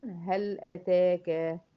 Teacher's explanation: لام ساكنة وراها همزة اظهرت · Term: مظهرة